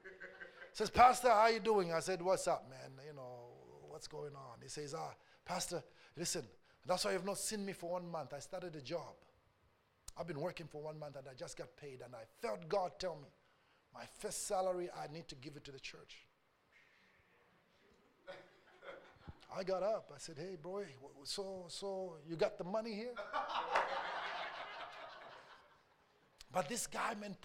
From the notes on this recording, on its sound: A message preached during our Tuesday service.